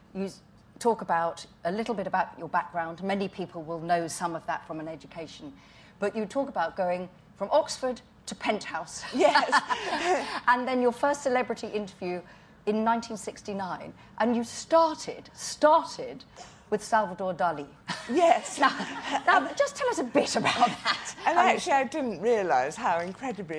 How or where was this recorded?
live audience